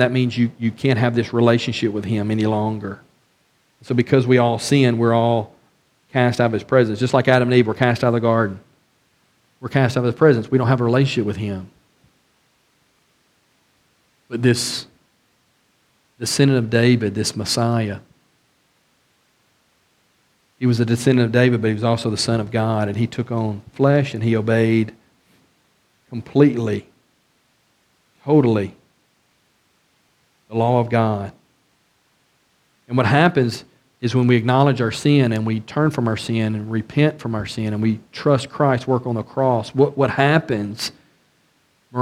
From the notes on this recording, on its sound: A study of 2nd Samuel from the pulpit of Beaver Baptist in Brighton, Tn.